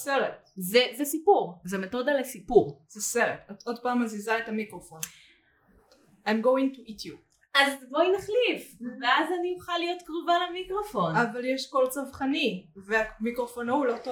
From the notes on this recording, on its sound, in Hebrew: הפרק הוקלט בתנאים לא מדהימים ולכן סובל מבעיות סאונד בהתאם